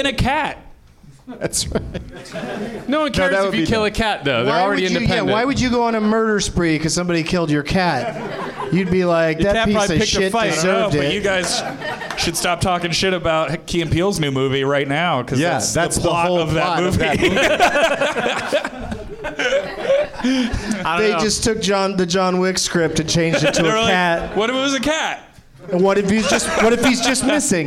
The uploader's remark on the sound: Live from the NerdMelt Showroom in Los Angeles